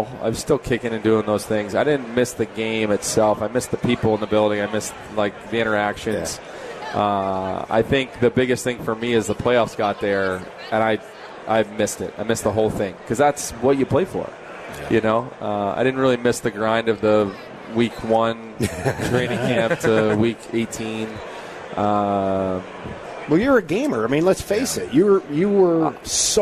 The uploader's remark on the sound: live in Rosemount, IL, for the Chicago Golf Show!